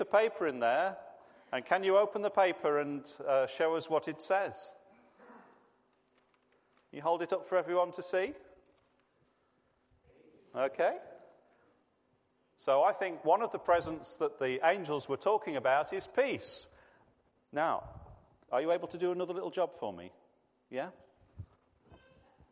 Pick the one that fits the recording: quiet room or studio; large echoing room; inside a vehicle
large echoing room